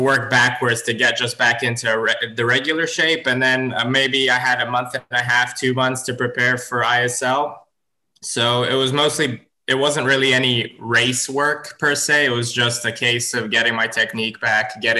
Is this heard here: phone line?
no